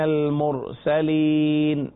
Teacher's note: را کو یہاں پر پر پڑھیں گے